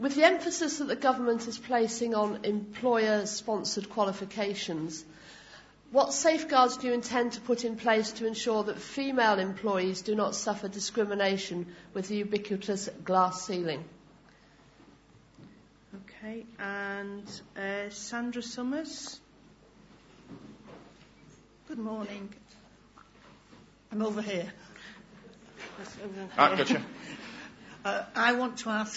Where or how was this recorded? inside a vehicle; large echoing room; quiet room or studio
large echoing room